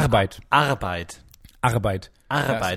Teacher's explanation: Da hat man das gutturale R noch mit drin.